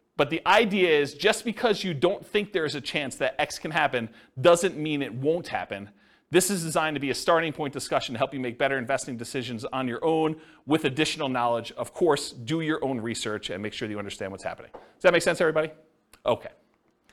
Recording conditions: live audience